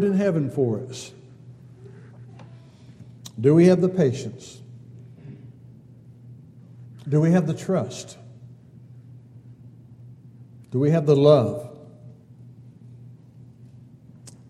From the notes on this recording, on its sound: Downtown Church Of Christ Audio Sermon